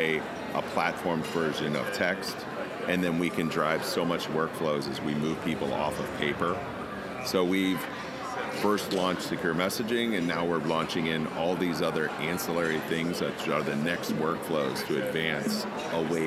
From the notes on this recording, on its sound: User Conference Post-Show. SoftWriters’ team members, exhibitors, partners, and conference attendees live from the show floor.